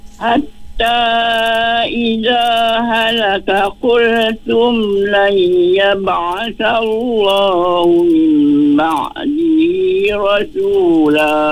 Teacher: Hatta tu baca dengan 4 harakat.